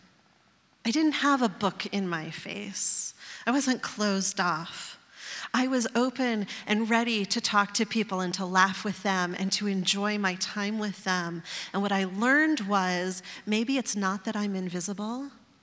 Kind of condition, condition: setting, live audience